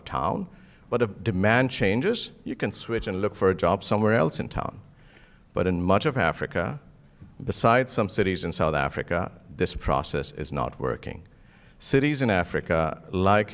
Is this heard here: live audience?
yes